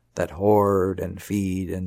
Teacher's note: The last part of the sentence flows in one slow, sour stream, one word per syllable, each word stretched out by a long vowel